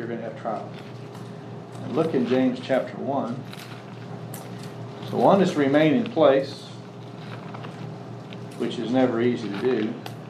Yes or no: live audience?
yes